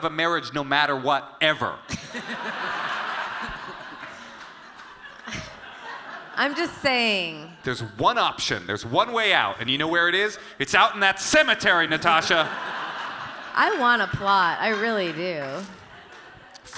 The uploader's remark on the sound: the live episode recorded as part of the Netflix Is A Joke Festival at the Hollywood Forever Cemetery